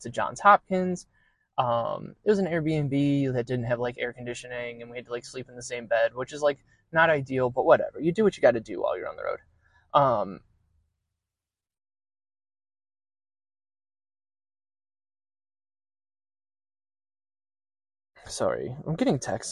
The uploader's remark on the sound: Recorded in my car at a local park.